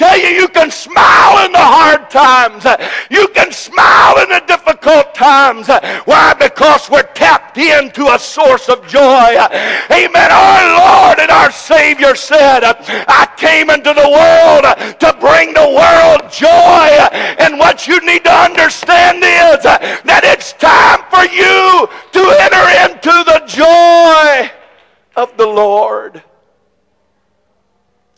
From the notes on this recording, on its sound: This message is broadcast live at First Pentecostal Church in Silsbee Texas